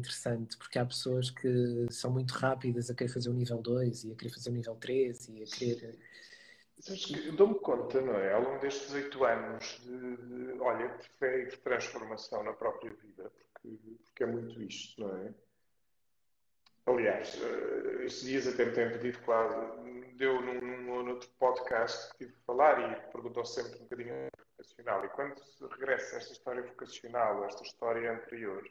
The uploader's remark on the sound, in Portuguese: Conversa Live IG.